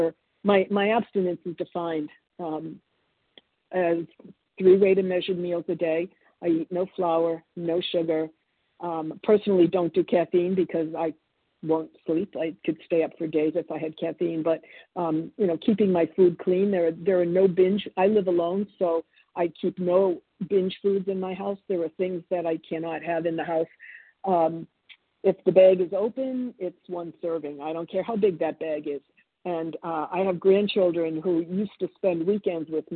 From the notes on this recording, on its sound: 100 Pounders Phone Meeting